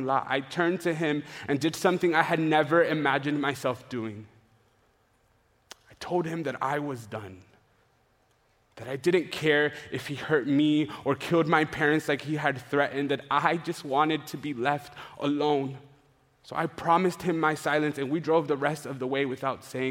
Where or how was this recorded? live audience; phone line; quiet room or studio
live audience